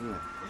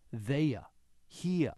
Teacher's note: What … doesn't hear is an R at the end of the word. · Term: non-rhotic effect